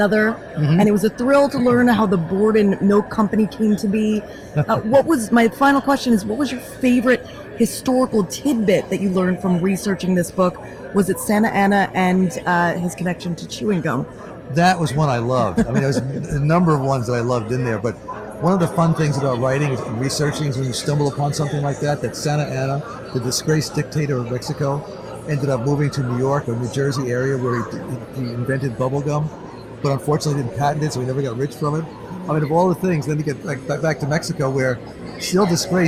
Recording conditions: busy venue